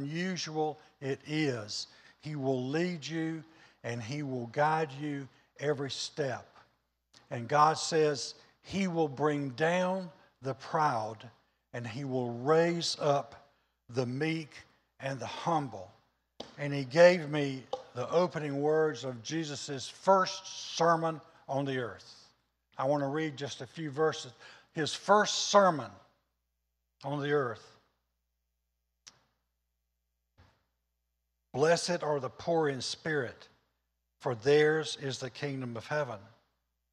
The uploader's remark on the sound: Was recorded on Sunday, October 3rd, 2021, during service at The Anchor Church in Rockport, Maine.